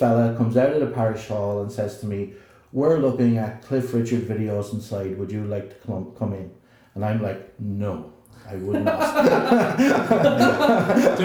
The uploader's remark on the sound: Apologies for audio quality but we'll get there!